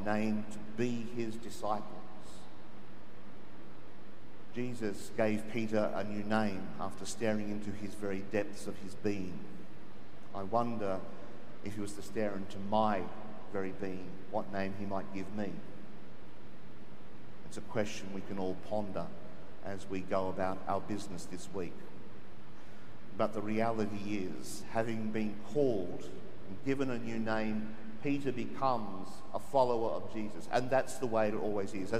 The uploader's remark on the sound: The homily from Sacred Heart Cathedral, Hamilton